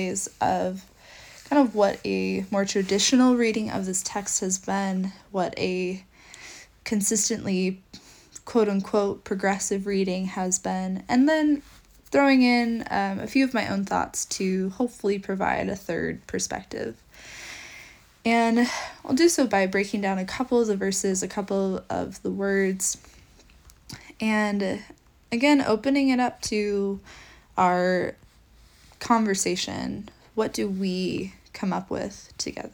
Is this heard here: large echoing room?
no